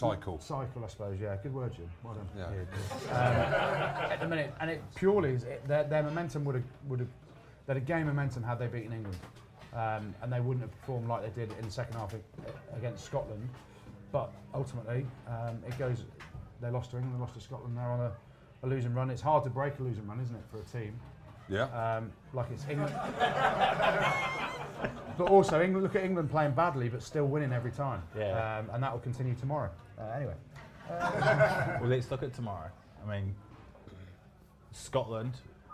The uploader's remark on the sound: Our first ever live show at The Cabbage Patch in Twickenham. In front of a packed house on Friday evening before the Wales v Ireland game.